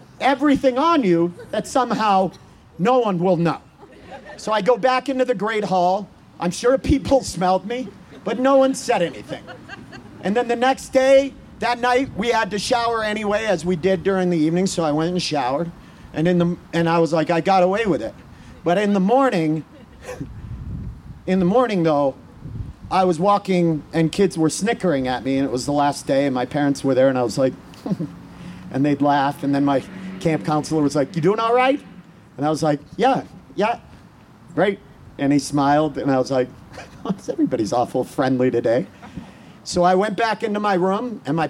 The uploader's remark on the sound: In front of outdoor audience, in the parking lot of Buntport Theater. In front of outdoor audience, in the parking lot of Buntport Theater.